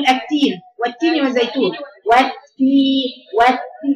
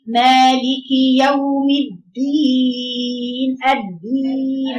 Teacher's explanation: التاء شديد والدال شديد لكن التاء في ايه همس والدال ما فيهمش همس